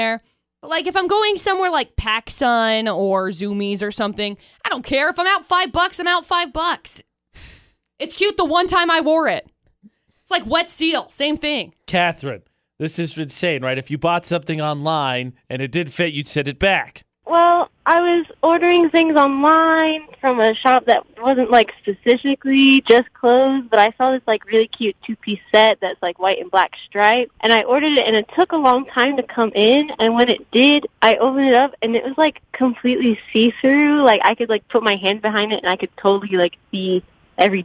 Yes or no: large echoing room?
no